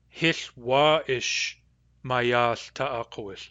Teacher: Notice that the vowel of wa ish is long because the stem hich is short. · Term: weak long vowel